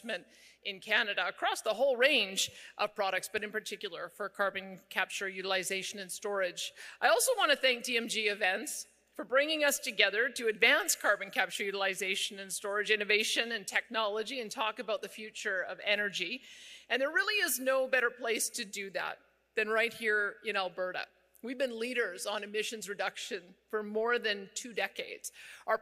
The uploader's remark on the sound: delivered a keynote address at the Carbon Capture Canada Conference in Edmonton